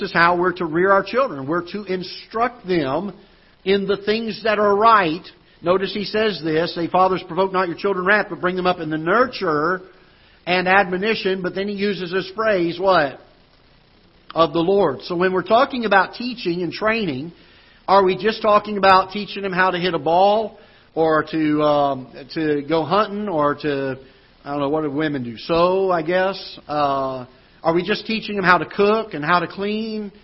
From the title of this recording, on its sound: Ketha Heights Baptist Church ~ Live Broadcast